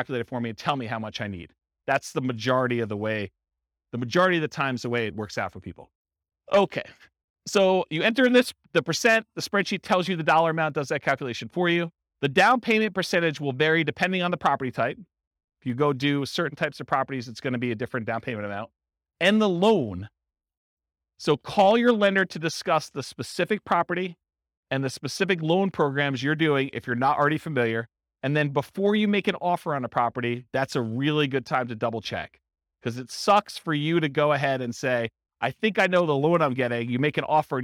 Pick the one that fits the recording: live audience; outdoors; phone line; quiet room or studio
live audience